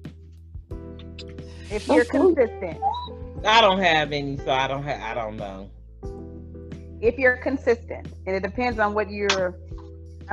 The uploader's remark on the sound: Melanin Matters Zoom Episode.